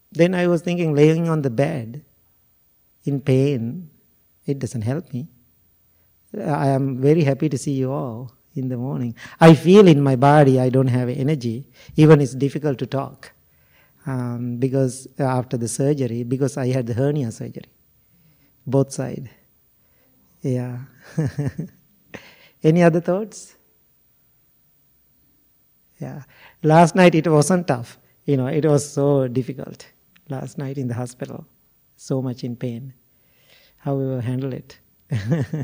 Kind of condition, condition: setting, large echoing room